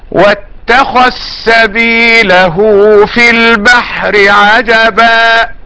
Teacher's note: فأدغمنا الذال في السين